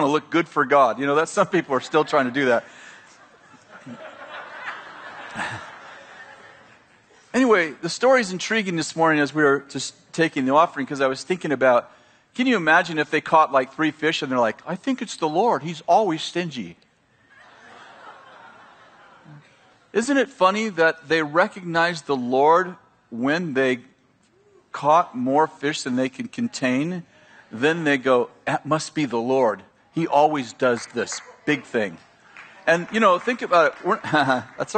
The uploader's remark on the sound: at Bethel Church in Redding, CA